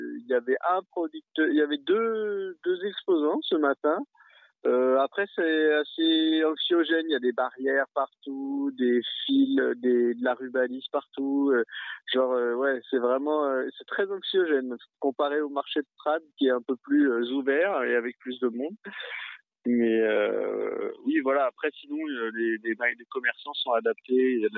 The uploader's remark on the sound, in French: Au téléphone. De Vernet-les-Bains.